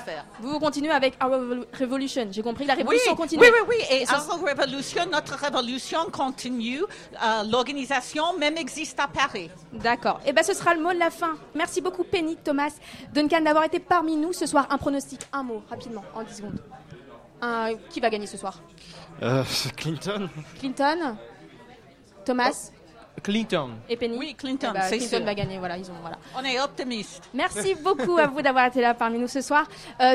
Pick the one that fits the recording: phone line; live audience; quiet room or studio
live audience